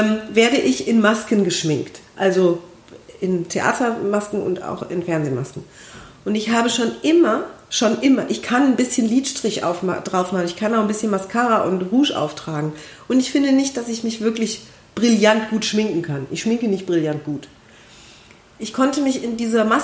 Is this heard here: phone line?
no